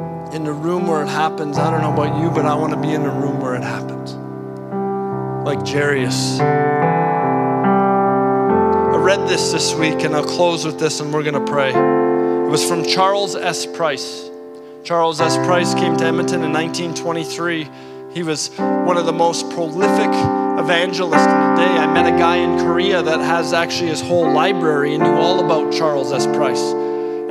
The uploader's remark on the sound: at our Edmonton Gathering at Central Baptist Church on November 5, 2022